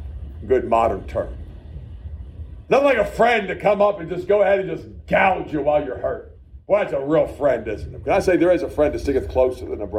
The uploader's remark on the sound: A message preached at the Shippensburg Independent Baptist Church.